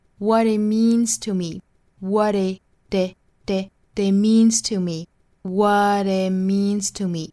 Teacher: It 后面的 t 的音省略掉。那 what 和 it 连读